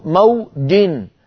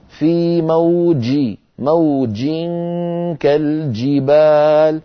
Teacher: بداية مقفولة لأن الجيم حرف شديد، شديدها لفظ أجد، فالجيم شديدة، ولكن لا تستعملي طرف اللسان مع وسطه، استعملي الوسط فقط · Shown in: second take